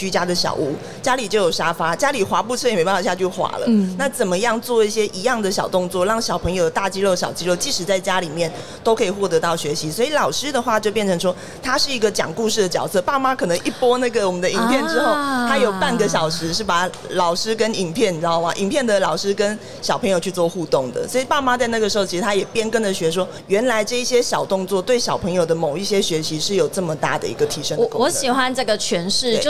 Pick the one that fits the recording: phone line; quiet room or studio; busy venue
busy venue